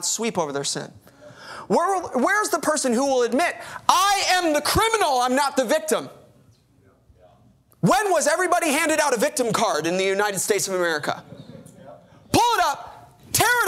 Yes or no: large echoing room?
yes